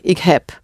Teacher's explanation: Sounds like P when it's shortened.